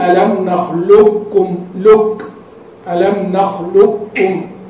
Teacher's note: إدغام الكامل وإعدام صفة الاستعلاء في القاف · Term: الإدغام الكامل